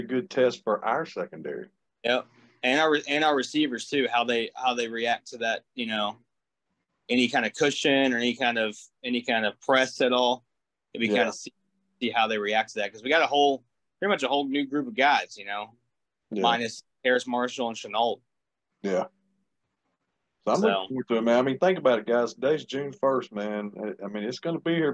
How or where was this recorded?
video call